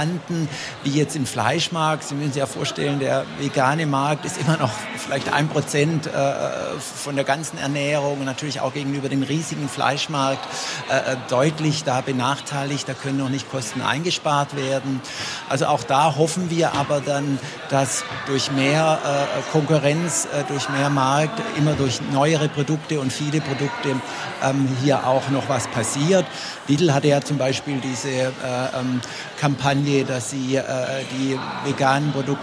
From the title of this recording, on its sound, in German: LIVE von der GRÜNEN WOCHE